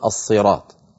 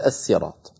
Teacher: كذلك الأمر الكلمة التي حدثتكم عنها منذ قليل كلمة الصراط في الفاتحة، الأصل أنها الصراط بالسين لكن أغلب العرب يفخمون السين فيقولون الصراط · Shown in: first take · وقليل من العرب من ينطقها على الأصل فيقول الصراط، لذلك أغلب القراء العشرة رووها لنا صوتيا الصراط، قليل من القراء من رواها لنا بالسيني على الأصل.